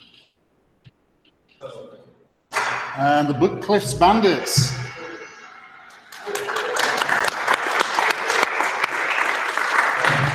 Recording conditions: live audience